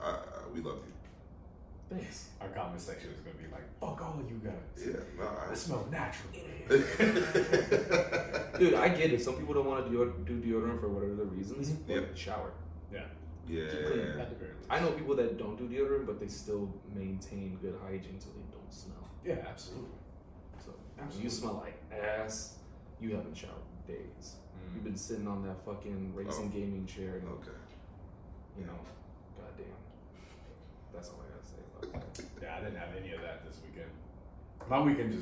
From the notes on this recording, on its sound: There was a glitch with OBS (the audio software) and we had to use the backup audio for this episode.......again(we are going to switch software going forward).